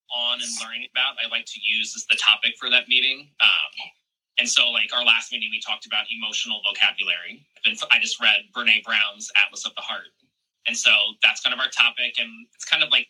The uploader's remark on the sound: recording from one of our latest Instagram Lives